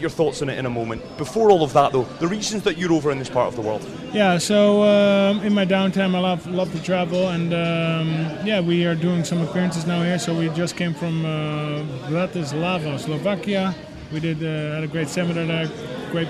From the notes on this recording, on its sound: New season, new location! Live at Kickers Sports Bar.